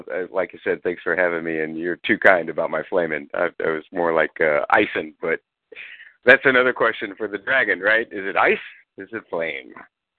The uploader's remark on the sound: Fan Call In Show